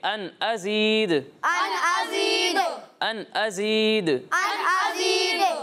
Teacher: دال کی آواز لوٹتی ہوئی آئے گی، ٹھیک ہے. یہاں کلکلا ہوگا، ٹھیک ہے.